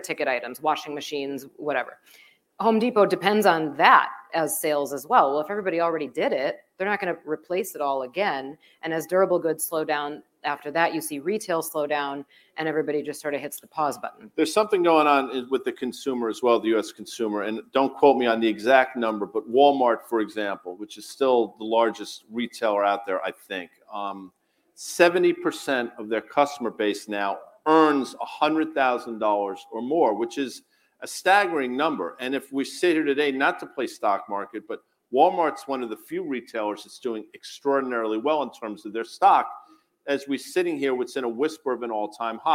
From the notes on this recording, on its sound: a special MRKT Call from Zeta Live 2023